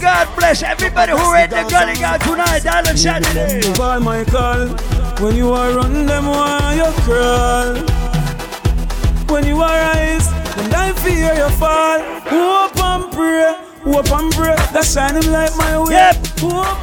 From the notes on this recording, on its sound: LIVE AUDIO ! Live audio recording from the Island Satudays launch on Saturday July 10th in Providence, RI.